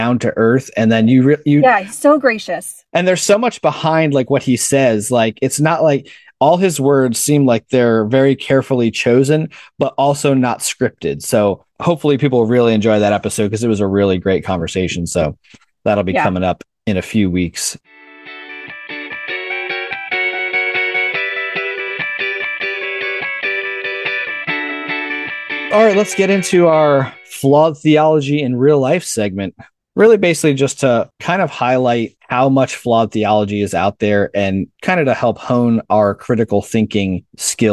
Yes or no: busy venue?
no